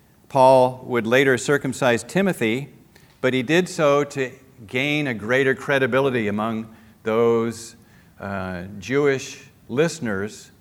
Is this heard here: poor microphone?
no